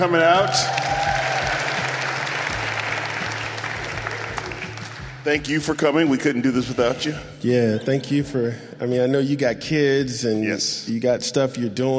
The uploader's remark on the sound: In front of a live audience in Berkeley, California.